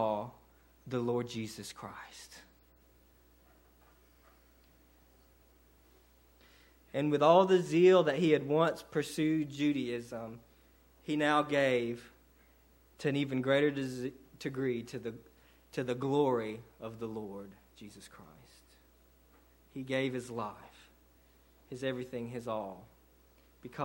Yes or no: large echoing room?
yes